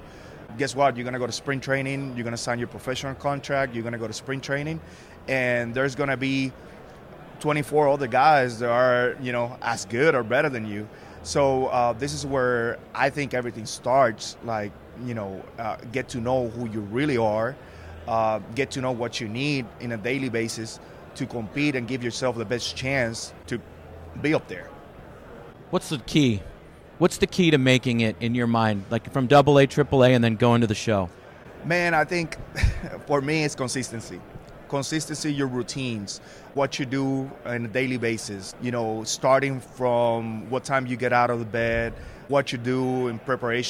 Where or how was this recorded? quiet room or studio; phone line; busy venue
busy venue